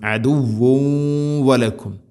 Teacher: തൻവീനിനെ വ എന്ന അക്ഷരത്തിലേക്ക് ഇദ്ഗാം ചെയ്ത് കൂട്ടിലയിപ്പിച്ച് മണിച്ചുകൊണ്ട് ഉച്ചരിക്കണം